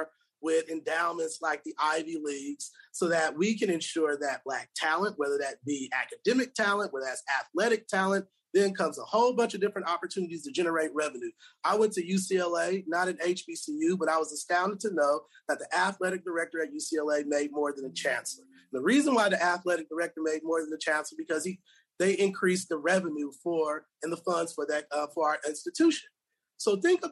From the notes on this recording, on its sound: This program was recorded via video conference on August 27th, 2021 by the Commonwealth Club of California.